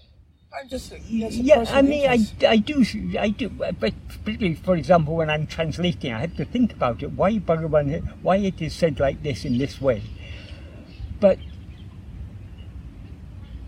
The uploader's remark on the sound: Filmed in Hyde Park, London. The impromptu discussion was recorded on an iPad without the use of external microphones, so this affected the audio quality.